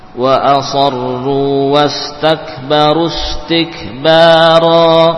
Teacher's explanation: Panjang ba dan ra sama, dua harokat, dua harokat.